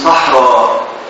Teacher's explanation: حذفنا الهمزة لم نقلبها ألفا بل حذفناها · Term: تسهيله